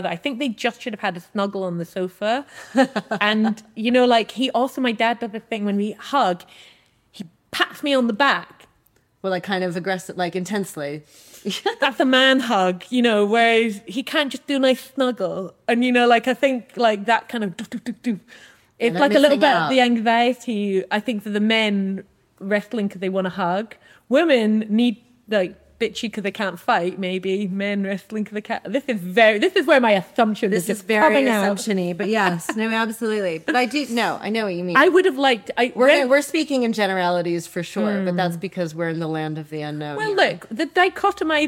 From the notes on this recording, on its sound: Recorded live at the Margate Bookie Literary Festival.